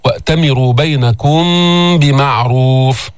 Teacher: إخفاء شفوي، ميم مخفات في اللفظ بغنى عند الباء